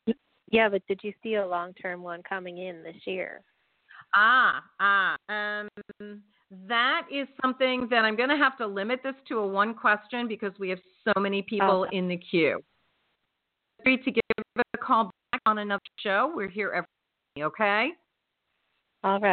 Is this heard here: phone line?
yes